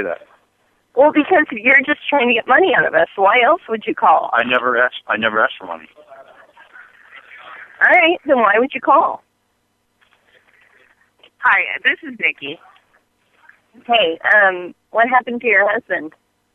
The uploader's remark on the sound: Personal Prank Phone Calls Collection.